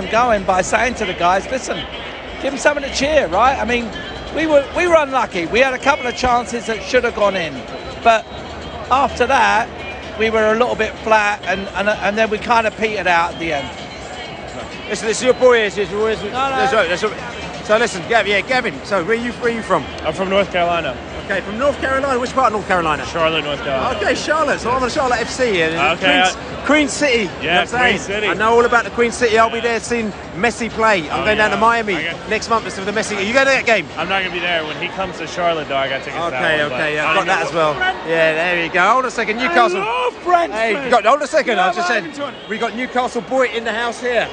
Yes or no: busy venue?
yes